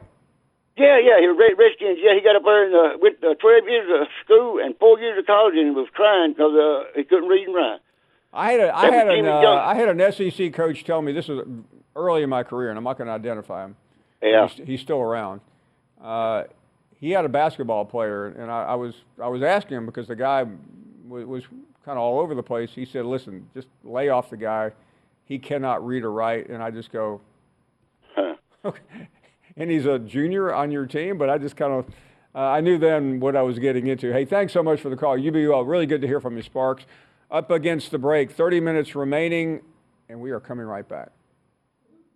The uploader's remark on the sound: Final hour of the show and we get a bunch of favorites call